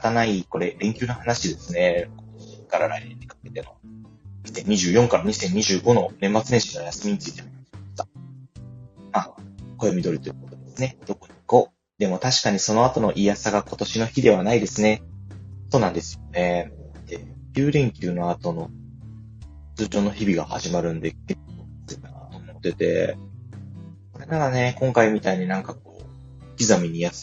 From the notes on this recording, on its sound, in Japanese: 思いつきではありますが初LIVEやってみました。聞き返すと音質超悪い… マイク検討します！Stand.fm。